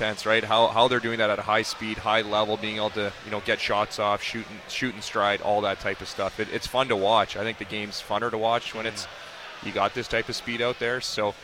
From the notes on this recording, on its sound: Live from the Canucks Autism Network Pro-Am Draft. Joined tableside by many guests.